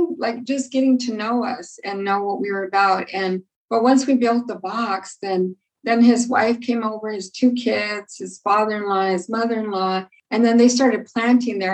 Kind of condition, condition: link, video call